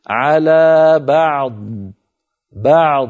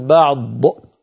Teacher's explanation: بعض مكسورة لكن لما وقفنا عليها سكنت فننطقها هكذا على بعض، نبين سكون العين من مخرجها الصحيح ثم ننطق ضادا من غير ذيول · Shown in: first take · على بعض، بعض ولا نقول بعض ض، انظروا ض هذا ض